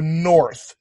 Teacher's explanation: when you would say this in your accent, you'd go north, and you'd probably round your lips quite a bit.